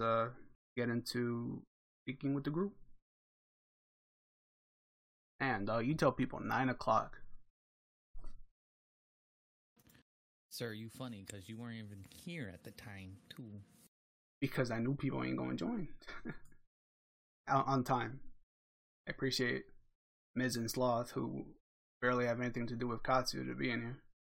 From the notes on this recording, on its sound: Apologies for the below-average quality audio as this is our first attempt at recording as a group remotely.